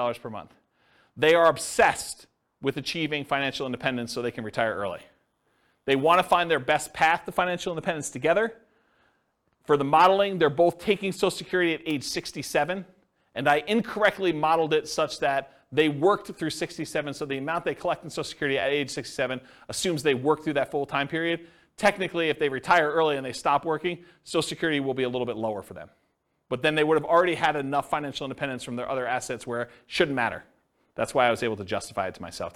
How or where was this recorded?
live audience